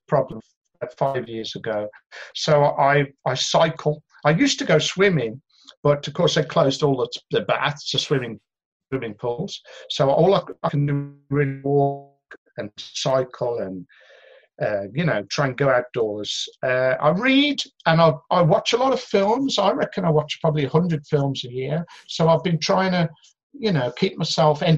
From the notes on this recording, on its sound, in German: in einem Zoom-Call